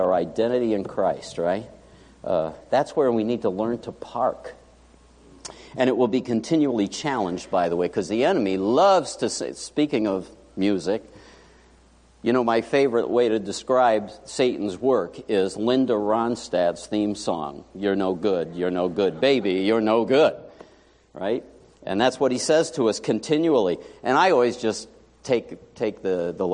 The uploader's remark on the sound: Morning Worship